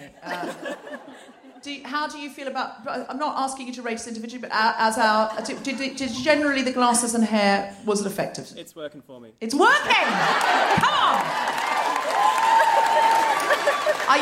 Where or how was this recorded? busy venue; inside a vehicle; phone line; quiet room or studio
busy venue